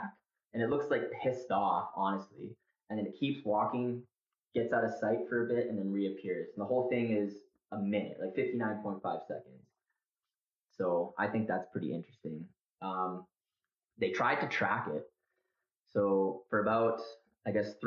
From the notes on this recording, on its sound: APOLOGIES FOR THE TERRIBLE AUDIO WITH THIS ONE